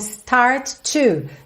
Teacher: I can make you start to, percebe como start to, junta com T só